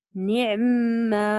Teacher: بالنسبة للعين أعطيه صفة البينية كي لا يعني يسهل علينا النطق